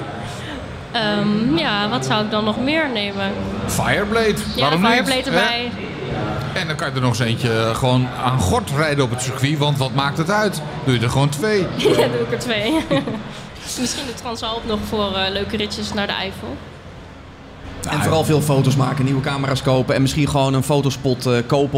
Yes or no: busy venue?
yes